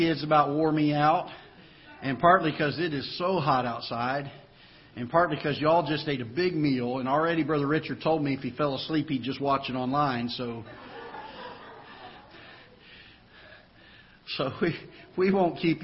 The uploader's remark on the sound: Ketha Heights Baptist Church ~ Live Broadcast